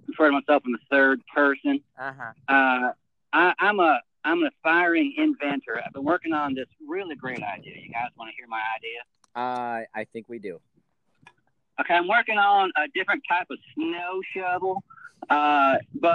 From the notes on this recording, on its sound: tons of call ins